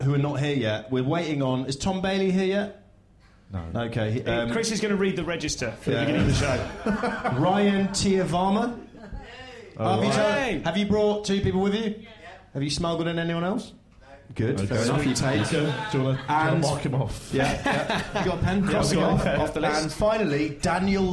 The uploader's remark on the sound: Live from the Phoenix in Oxford Circus.